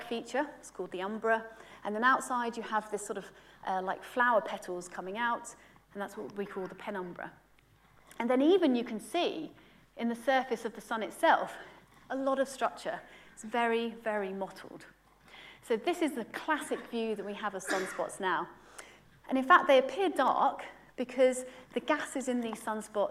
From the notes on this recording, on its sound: UCL Lunch Hour Lecture